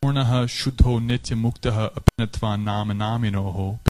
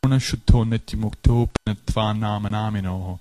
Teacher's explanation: if you have that flowing into another word that begins with a vowel, aha becomes o. And the vowel on the next word is dropped. · Shown in: second take · It's a Sandhi rule to allow it to flow nicely.